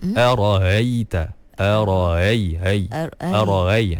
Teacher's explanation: Dia bukan ha, tapi dia macam hamzah yang dah dilemahkan. · Term: tashil